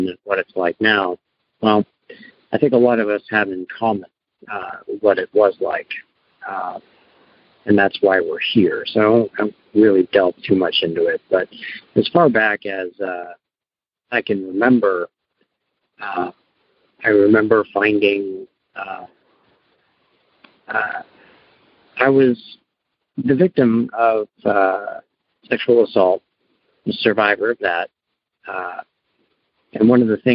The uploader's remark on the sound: Noon Phone Speaker Meeting